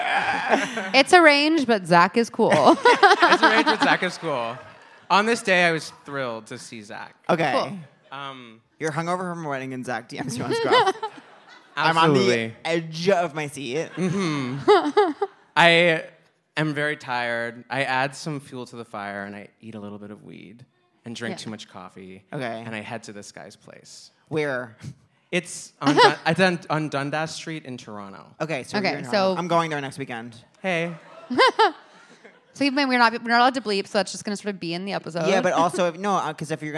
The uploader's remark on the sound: Seek Treatment Live: The Bell House. Live from The Bell House in Brooklyn.